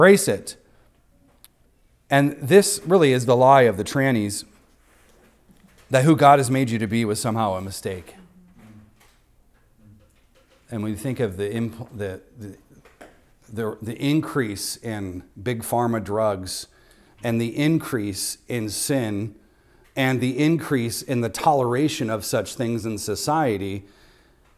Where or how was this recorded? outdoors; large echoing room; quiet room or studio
large echoing room